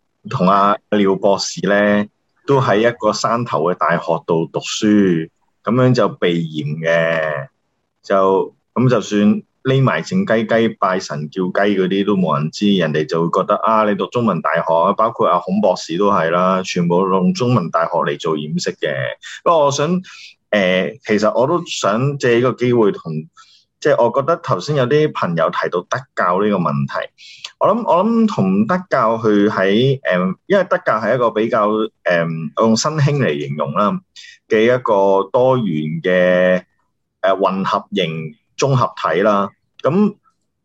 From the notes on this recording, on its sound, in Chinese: 地點：ZOOM 會議室